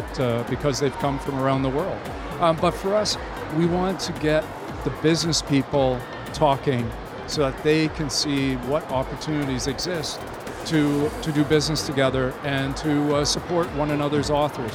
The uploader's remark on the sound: Live at SIBF 2023